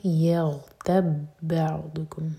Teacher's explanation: با اور با کا ادغام ایک ہی با پڑھا جائے گا با شدہ والا